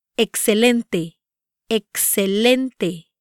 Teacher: However, for words ending in a vowel or in N or S, the penultimate syllable, next to last, of the word is stressed